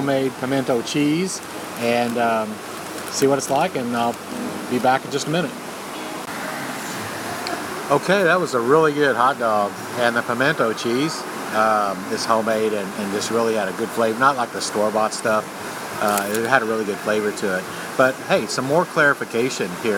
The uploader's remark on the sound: Live at Friendly Falls, a very cool roadside stop with one of the best waterfall dining views in the Smokies.